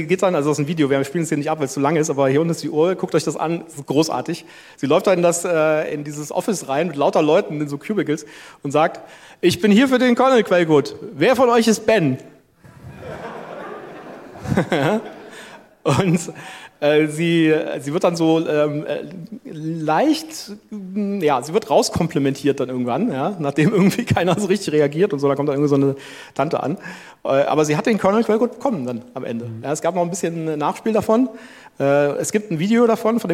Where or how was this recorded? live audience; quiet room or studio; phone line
live audience